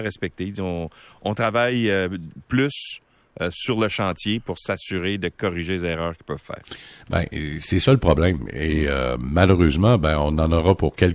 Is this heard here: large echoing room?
no